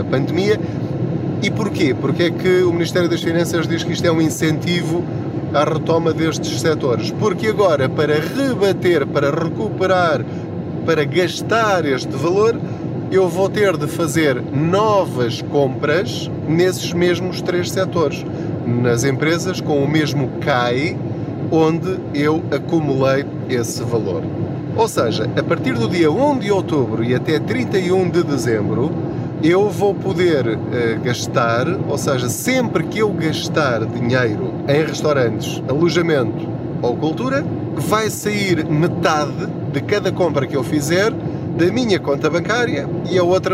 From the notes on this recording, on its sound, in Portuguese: Não ligue aos barulhos da viagem.